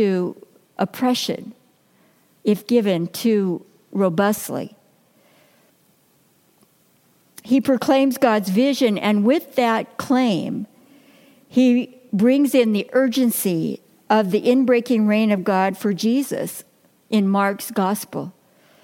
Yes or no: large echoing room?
yes